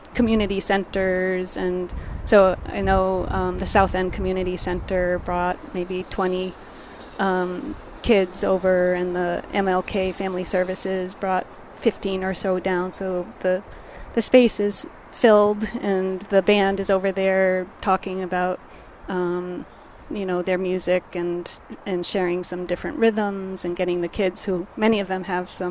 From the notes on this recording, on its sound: The Fabulous 413 is live in the streets of the Fabulous 413. We’re broadcasting live from the kick off to the Springfield Jazz & Roots Festival . We'll be joined live in front of The Student Prince on Fort St.